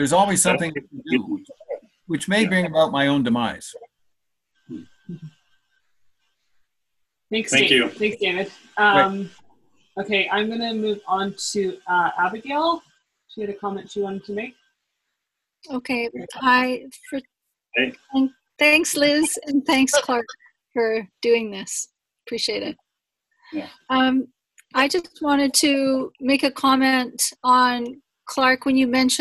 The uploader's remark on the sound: This talk was recorded over Zoom and includes the Q&A afterwards. L'Abri Fellowship.